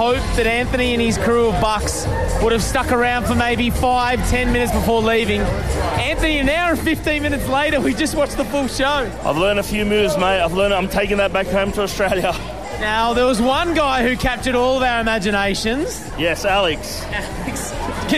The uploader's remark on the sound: We're live from the 2016 Billboard Awards in Las Vegas!